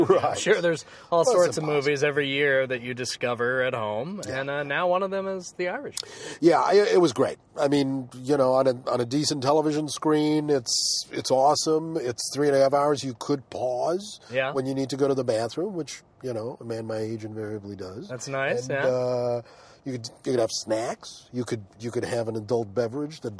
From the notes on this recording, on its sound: Back in the car to talk about it. Take a drive with us.